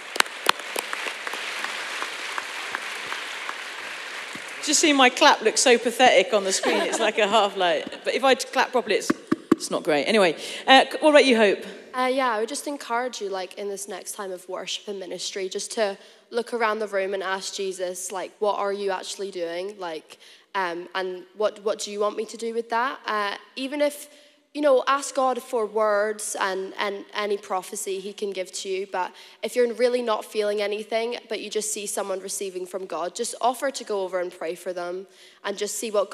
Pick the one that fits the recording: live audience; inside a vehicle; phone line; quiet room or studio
live audience